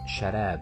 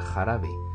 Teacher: El cambio que se observa es el de la primera consonante, que en árabe es una shin, mientras que en el español es una j.